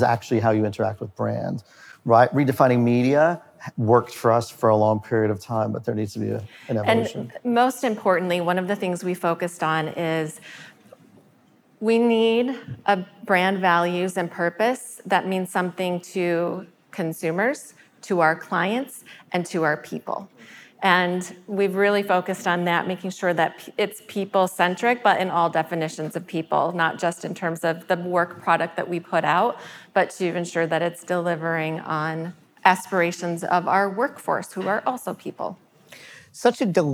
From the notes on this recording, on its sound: During Advertising Week, Carat and Google invited 100 agency and client leaders to come together to hear a state of the industry and predictions for 2020. For the first time we took the pod LIVE.